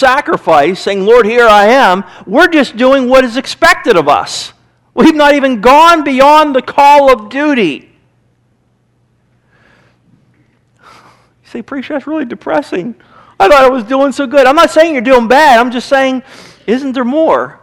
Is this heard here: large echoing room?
yes